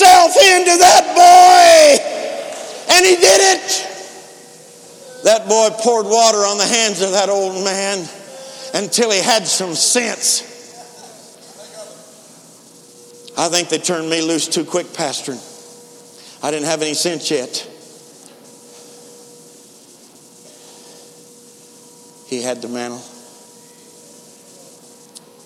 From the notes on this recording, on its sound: InterChurch Holiness Convention Dayton Convention Center Dayton, Ohio USA 2012